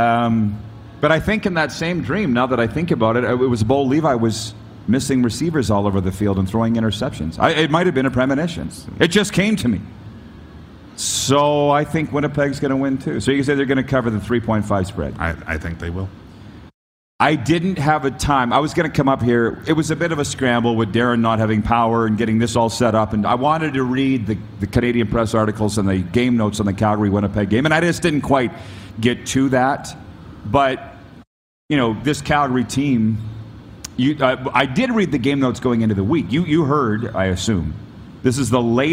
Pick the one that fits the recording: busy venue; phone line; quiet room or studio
busy venue